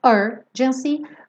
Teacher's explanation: Urgency tem a sílaba tônica no começo, urgency, mas pela métrica da música fica urgency.